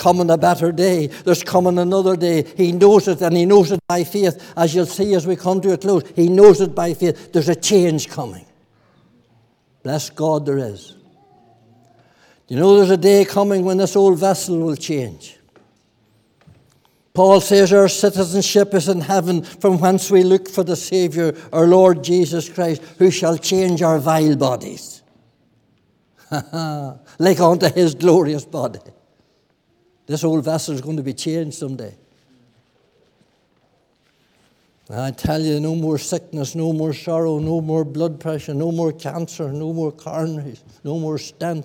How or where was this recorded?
large echoing room